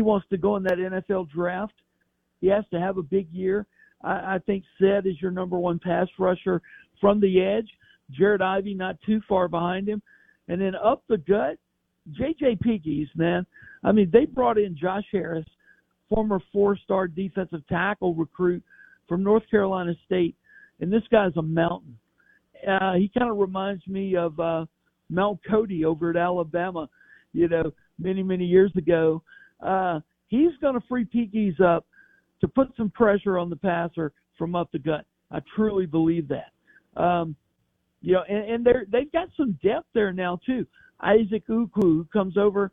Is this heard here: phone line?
yes